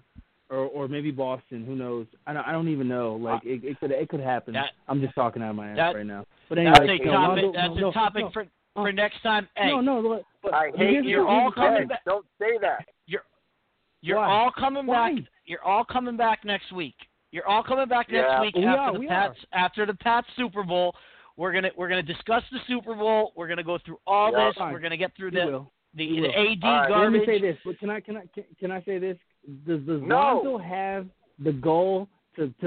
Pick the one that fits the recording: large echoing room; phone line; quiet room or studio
phone line